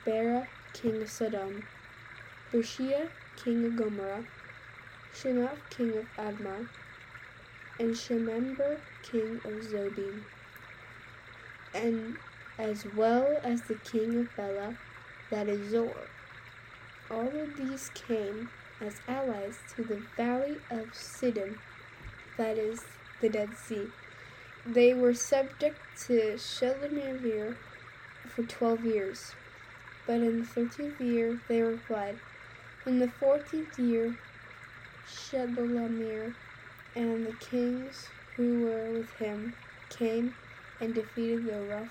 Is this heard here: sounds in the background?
yes